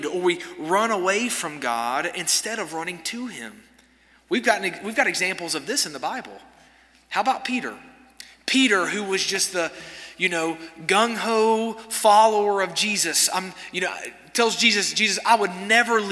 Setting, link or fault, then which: setting, large echoing room